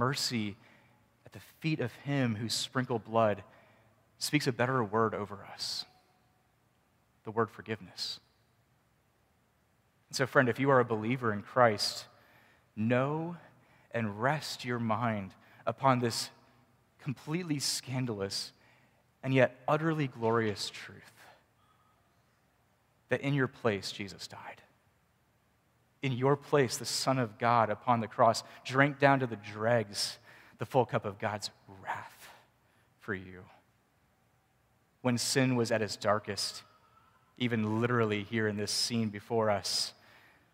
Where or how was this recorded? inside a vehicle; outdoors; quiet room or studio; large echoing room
large echoing room